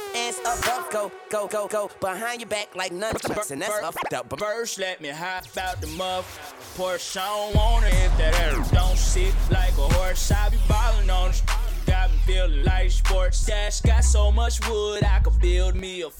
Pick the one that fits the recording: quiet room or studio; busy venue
busy venue